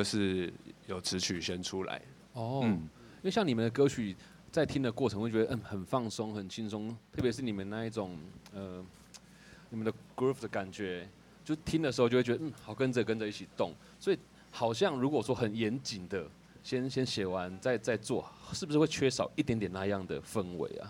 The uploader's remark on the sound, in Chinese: 黑熊部落音樂祭》的 live podcast 紀錄，特別收錄了大自然的風聲和雨聲。在一片窸窸窣窣的風雨聲中克難訪問。